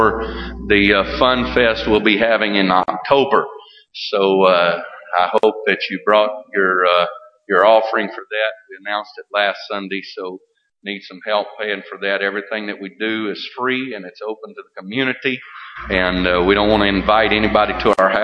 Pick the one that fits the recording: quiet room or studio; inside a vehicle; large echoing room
large echoing room